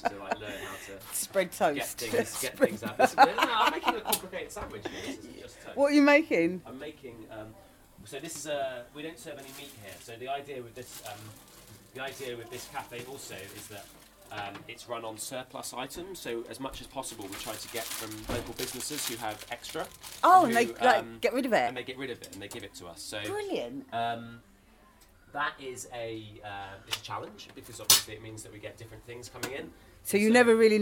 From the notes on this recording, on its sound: went along to the Brixton Pound Cafe on Atlantic Road for a cup of coffee.